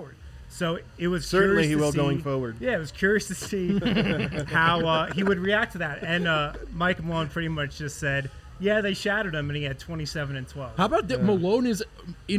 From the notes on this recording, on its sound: The guys are live from the DNVR Bar